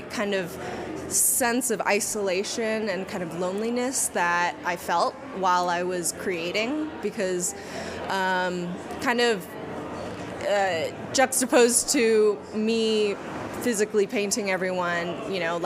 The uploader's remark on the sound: While we were at the Sundance Film Festival, we had the opportunity to talk with two virtual reality artists and one team about their virtual reality projects premiering in the New Frontier program at the festival.